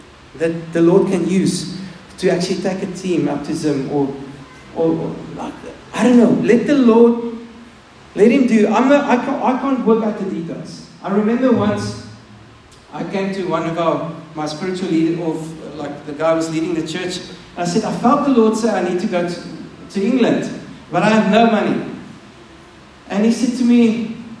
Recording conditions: large echoing room